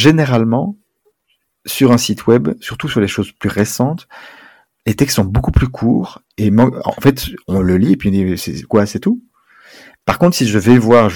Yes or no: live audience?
no